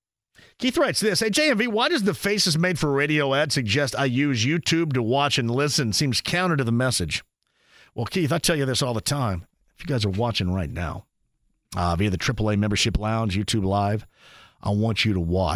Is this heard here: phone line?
yes